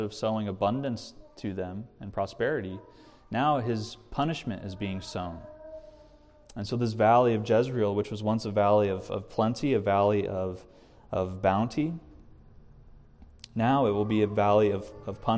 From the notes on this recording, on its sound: This message was recorded from the evening prayer meeting at CTK